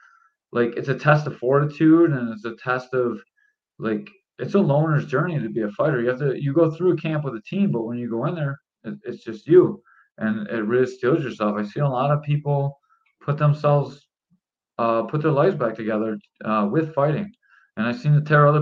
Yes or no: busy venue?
no